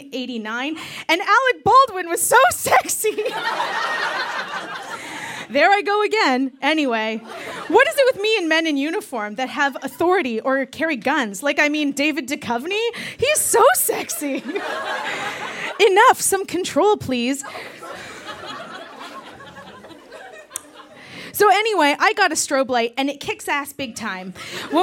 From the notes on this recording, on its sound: Recorded live at Yuk Yuk's in Ottawa.